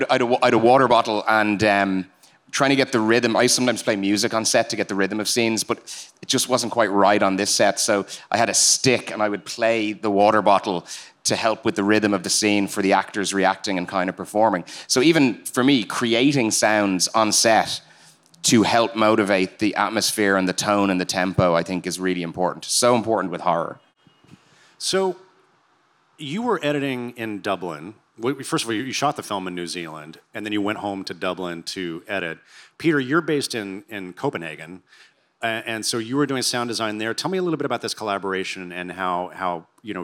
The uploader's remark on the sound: This interview was recorded live at the 2023 SXSW Film Festival.